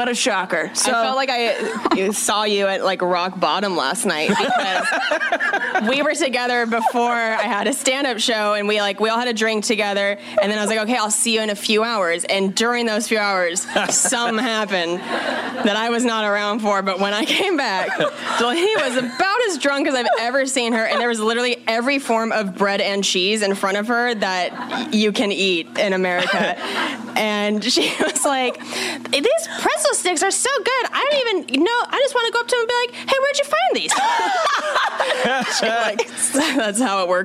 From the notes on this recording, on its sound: recorded a LIVE episode of Self-Helpless at The All Things Comedy Festival in Phoenix